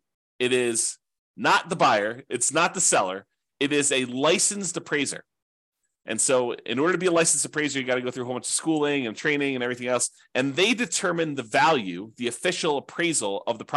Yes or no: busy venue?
no